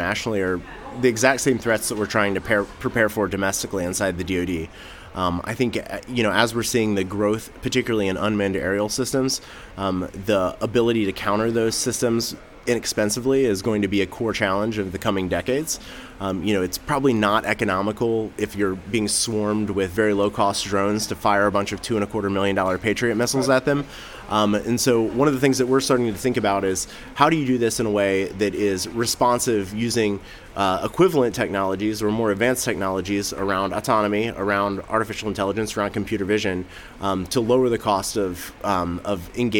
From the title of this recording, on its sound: Live from RNDF22